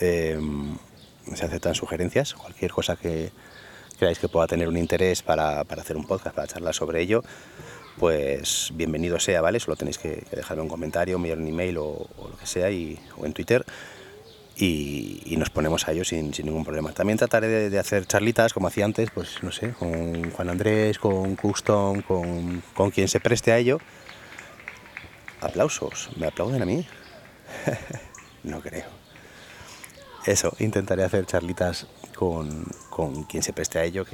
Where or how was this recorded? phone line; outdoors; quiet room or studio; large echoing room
outdoors